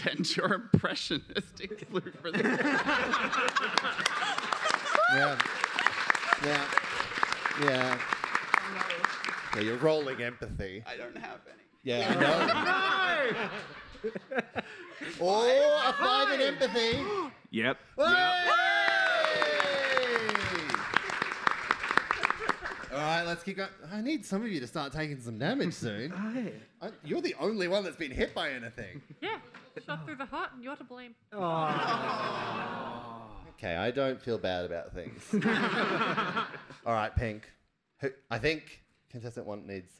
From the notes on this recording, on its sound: This week's episode was recorded live at PAX AUS 2022, the same convention where the Pixel Hearts debuted.